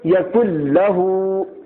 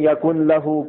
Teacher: نون ساکن سے پہلا جو حرف ہے اس کو ملا دیں گے نون کو ختم کر دیں گے · Shown in: first take